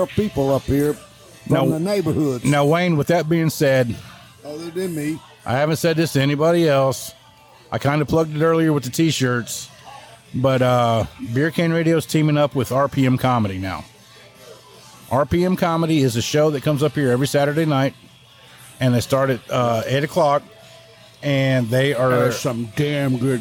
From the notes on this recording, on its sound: we drink some cold beers in the air conditioning of the Spring Tavern and have fun recording the podcast